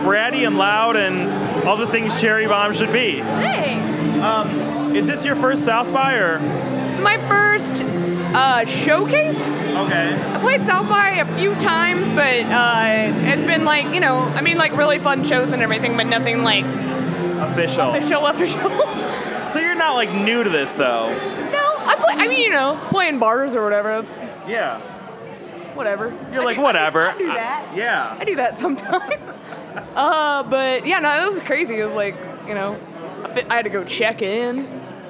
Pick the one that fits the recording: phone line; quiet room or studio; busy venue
busy venue